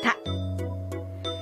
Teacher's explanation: から体操。これはお口をスムーズにする体操です。まずは上唇と下唇がしっかりと閉じることで発音するパ、それから舌先が上顎の裏の上の前歯のところにしっかりとついて発音する